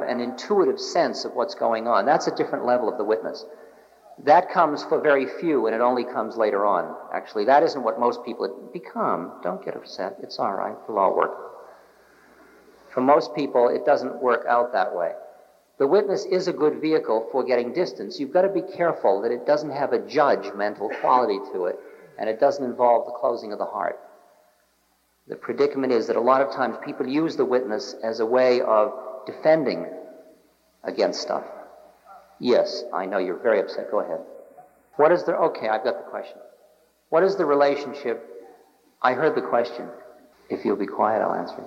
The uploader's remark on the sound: In this recording from 1976. Answers questions from a lively Los Angeles audience.